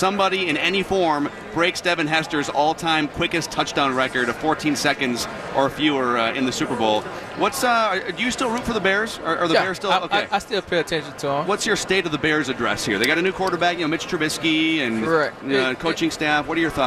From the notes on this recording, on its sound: Live from Radio Row all week.